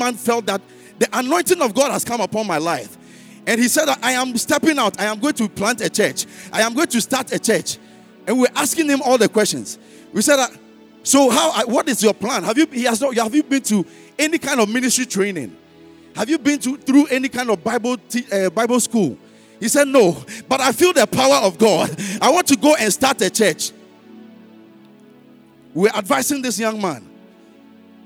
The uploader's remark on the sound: Sermon preached at CBC Shiashie Campus